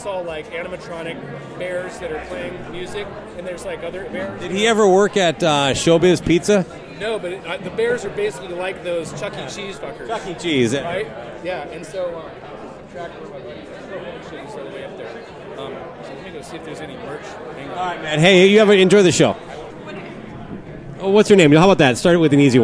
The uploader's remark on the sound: Record live in the lobby of the Minneapolis stop. Light conversation mixed with attendee guest commentary.